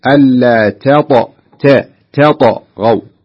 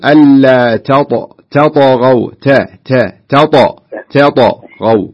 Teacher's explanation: التاء حرف همس، حرف من حروف الاستفال، والطاء حرف استعلاء، حرف عالي جدا، يعني من حروف الحروف القوية.